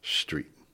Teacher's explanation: Philadelphians also, there's a new speech of Philadelphia, they say SH in front of T's, street. This is really getting to be a great Philadelphianism, and it's spreading around the country.